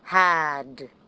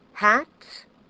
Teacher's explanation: Voiced, voiceless stop, word final. T and D.